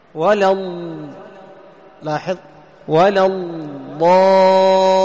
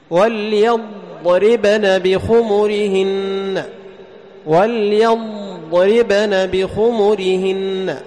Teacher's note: امتداد صوت الضاد من مخرجها إلى مخرج اللام، من مخرجها إلى مخرج اللام، يعني من أدنى الحافة إلى منتهاها، فيمتد الصوت وينحصر الصوت بين اللسان والأضراس إلى مخرج اللام. · Term: الاستطالة